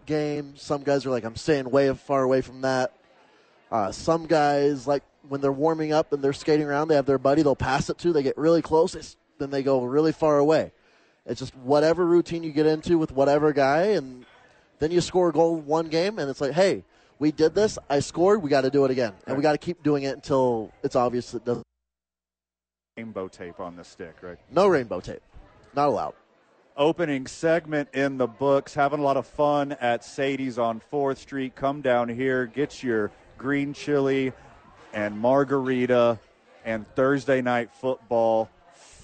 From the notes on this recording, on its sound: live from Sadies!